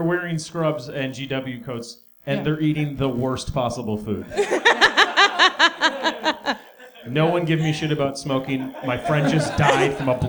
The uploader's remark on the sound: Live at The Wonderland Ballroom. The Wonderland Ballroom for venue Washington, D.C.